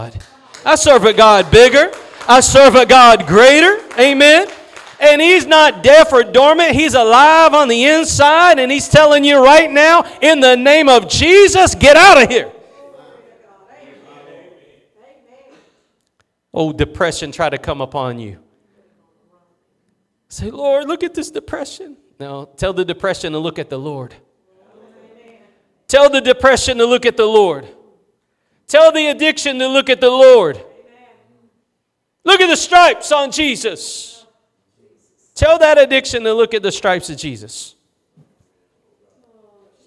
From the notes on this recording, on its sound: Preached at Gospel Lighthouse in Bossier City, La.